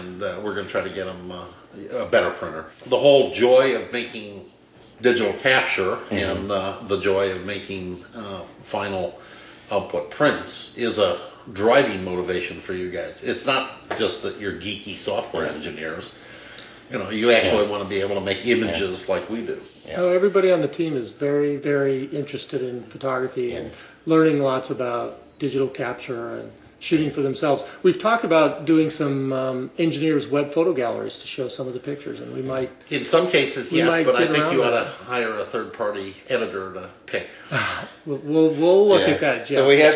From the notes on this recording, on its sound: living room on the near-north side of Chicago, so there is a bit of echo